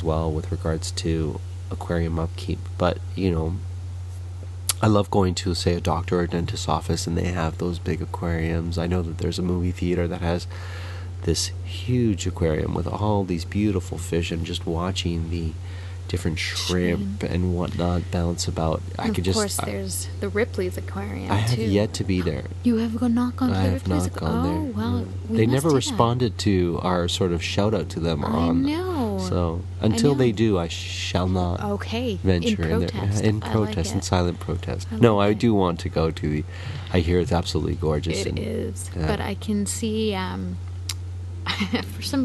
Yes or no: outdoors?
yes